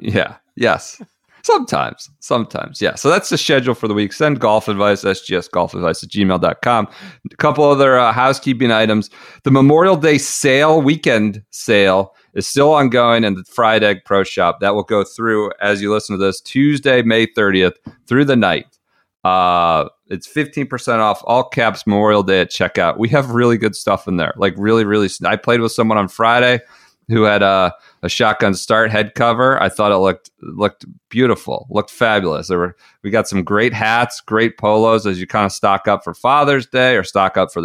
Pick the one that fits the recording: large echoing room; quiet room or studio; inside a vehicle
quiet room or studio